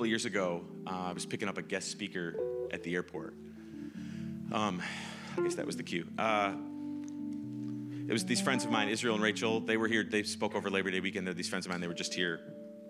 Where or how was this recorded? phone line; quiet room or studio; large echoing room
large echoing room